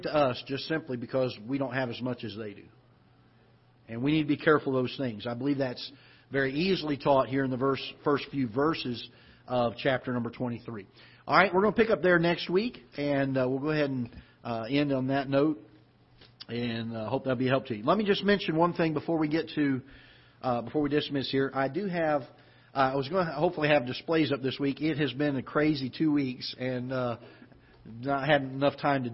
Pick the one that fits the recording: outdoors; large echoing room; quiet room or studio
large echoing room